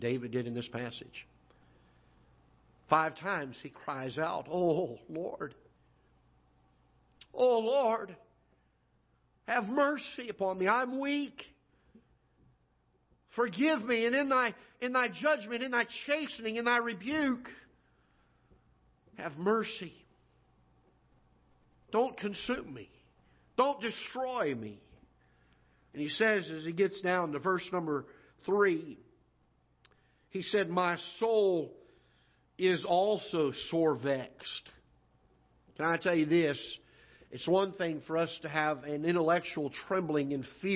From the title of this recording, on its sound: Ketha Heights Baptist Church ~ Live Broadcast